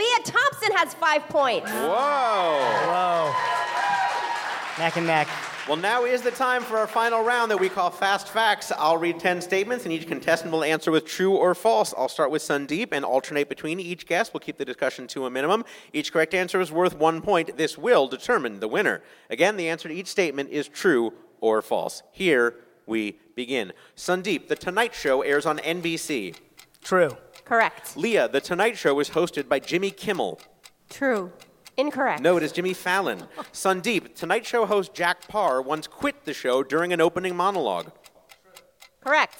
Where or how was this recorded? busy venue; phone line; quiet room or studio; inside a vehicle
busy venue